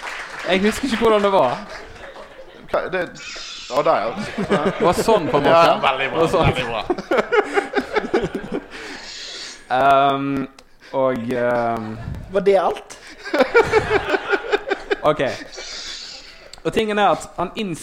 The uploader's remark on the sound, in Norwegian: Live fra Kvarteret. Opptaket er fra live-sendingen.